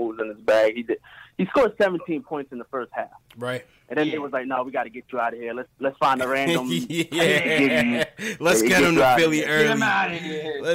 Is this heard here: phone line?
yes